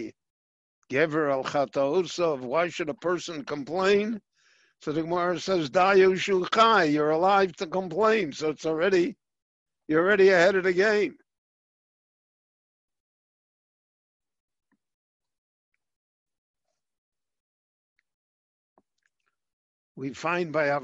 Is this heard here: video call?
yes